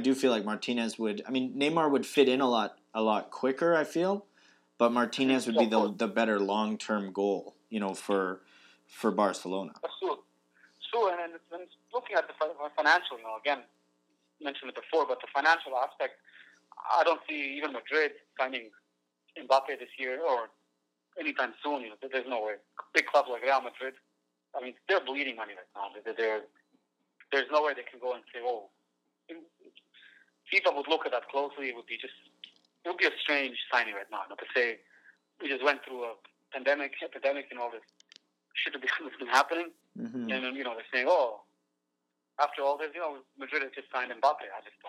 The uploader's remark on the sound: Stay home and toke over the phone again this week as the need to prevent the spread of coronavirus escalates.